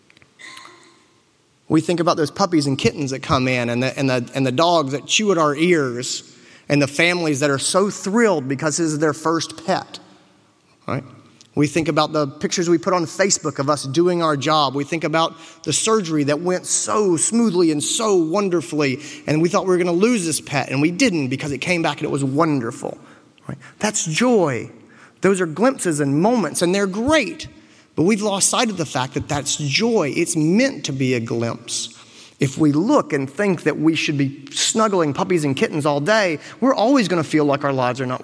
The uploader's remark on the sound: Joy and Happiness in Vet Med is an excerpt from a keynote lecture by Dr.